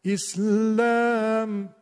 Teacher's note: حرف ساکن رو یک کمی زودتر میگن، بعد سریع میندازن حرف بعدی رو میکشن جلو، میکشن جلو و این مقداری از حق حرف ساکن اختلاس میکنن، میزنن و حرف بعدی رو یک کمی بهش میدن و این وسط میگن فرار از ثقل سکون اتفاق میفته.